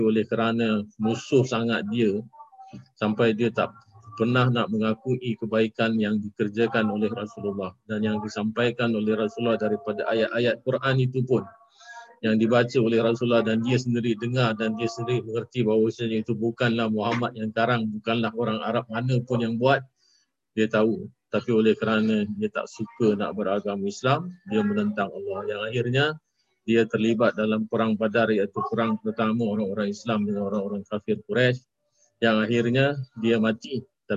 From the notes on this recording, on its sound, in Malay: Rakaman zoom pada setiap Jumaat 8 mlm (waktu Singapura)